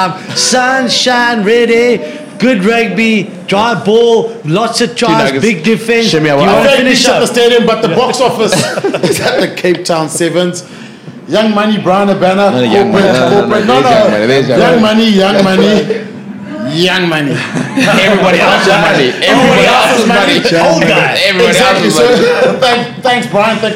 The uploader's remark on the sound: We're back live from the Cape Town 7s.